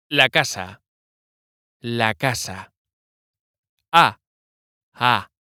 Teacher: Lo que sucede es que la voz se inicia con demasiada fuerza al principio, como con una explosión, y esto es desagradable al oído. · Term: golpe de glotis